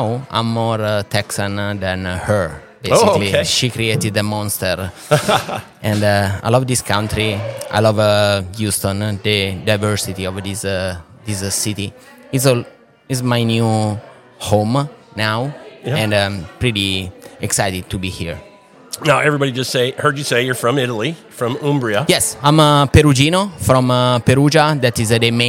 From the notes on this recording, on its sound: On this episode we are onsite at Vin Santo Wine Shop & Bar in Houston Texas.